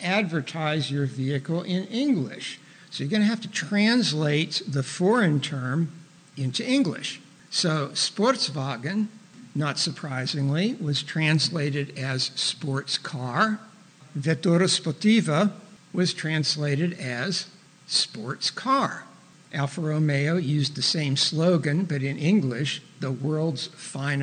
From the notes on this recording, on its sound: was recorded in front of a live studio audience